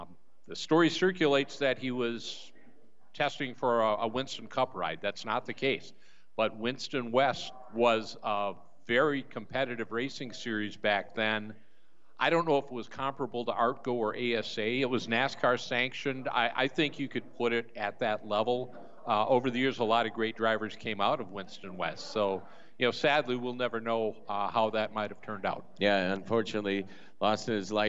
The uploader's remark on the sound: 7-7-23 Trackside Live from Aftershock